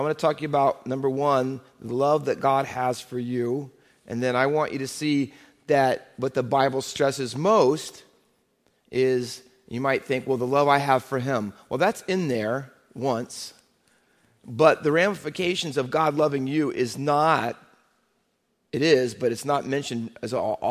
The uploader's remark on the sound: Faith Baptist Church in Hamilton, NJ.